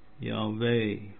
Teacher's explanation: And the first H sounded as an aspirate. The accent should be on the final syllable